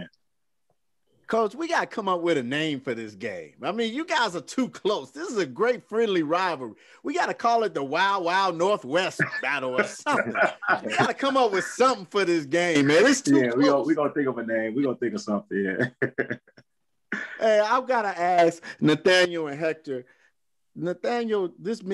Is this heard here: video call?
yes